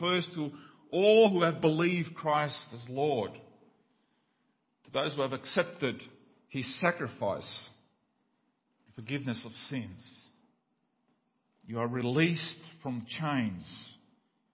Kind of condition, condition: setting, large echoing room